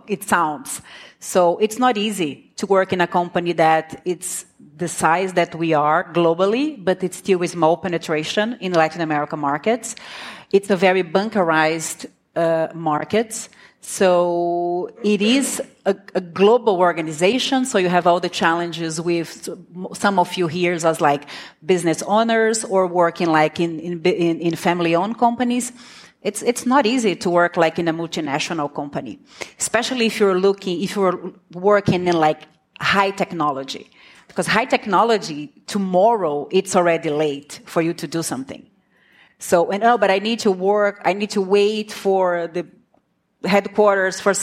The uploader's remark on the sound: fresh off the SaaStock LatAm stage, we bring you one of the favourite panels of the day